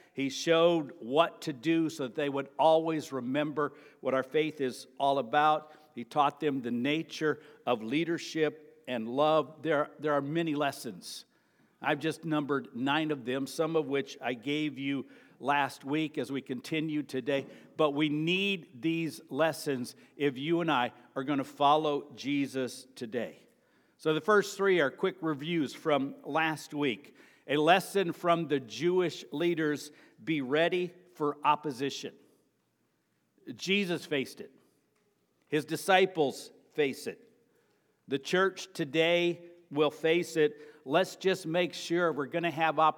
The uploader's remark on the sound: Sermon preached at Avondale Baptist Church on May 28.